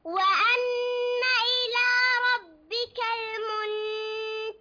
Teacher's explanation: نون ساكنة وبعدها التاء، إخفاء حقيقي، فنخفي النون الساكنة هذه عند التاء